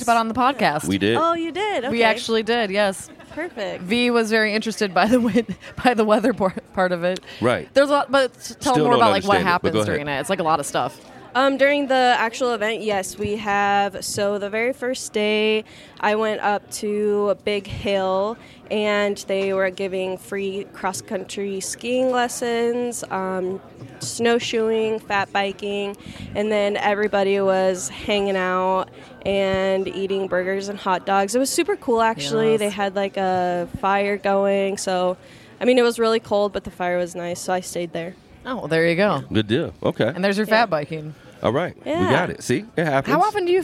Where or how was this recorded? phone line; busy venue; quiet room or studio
busy venue